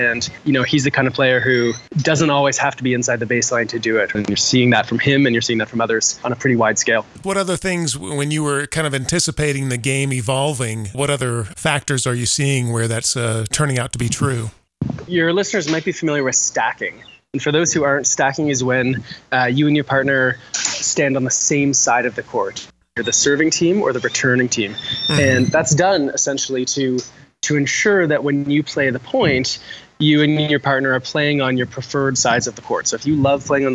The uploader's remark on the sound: Live From The 2016 USAPA Nationals VIII. Live from Casa Grande, AZ and The 2016 USAPA Nationals VIII.